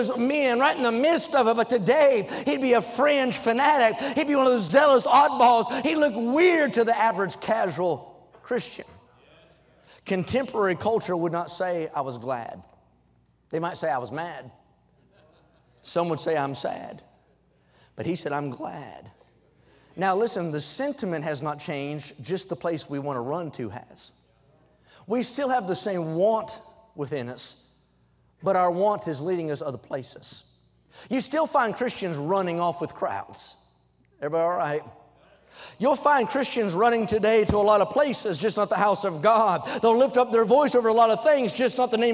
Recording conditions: large echoing room